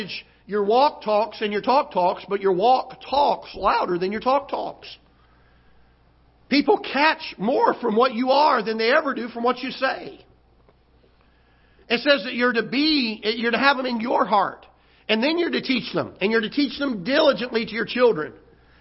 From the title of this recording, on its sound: Ketha Heights Baptist Church ~ Live Broadcast